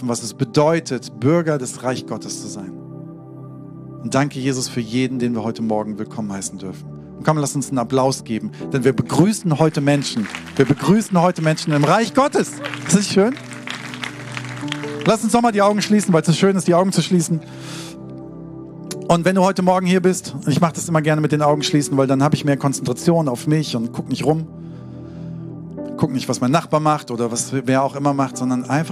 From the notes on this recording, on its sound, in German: Sonntagspredigt aus dem Standort Bochum.